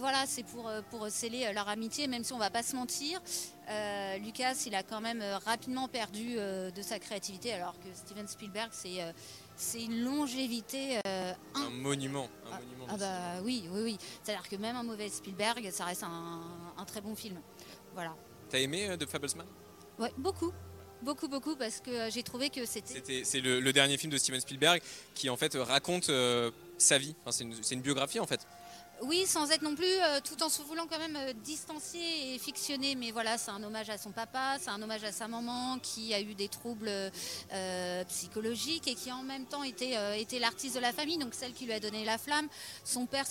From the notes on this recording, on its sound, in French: Le Live Cannes: la Croisette à l'heure d'Indiana Jones au programme de notre quotidienne sur les coulisses du festival. En direct de la Croisette.